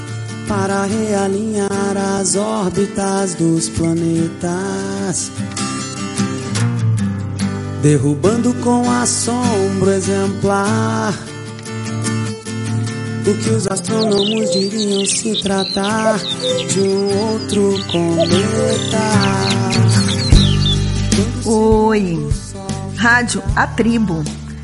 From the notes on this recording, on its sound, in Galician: Desde a Praza da Chousa (Combarro &#8211; Poio). Programa especial no Armadiña Rock 2020. Desde a Praza da Chousa (Combarro – Poio).